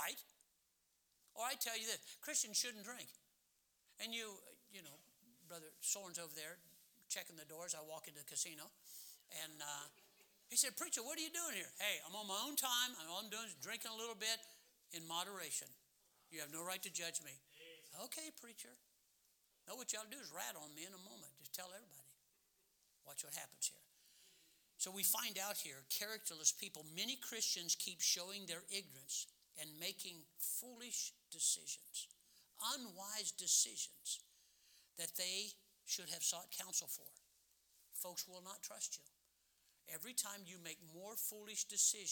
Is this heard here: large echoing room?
yes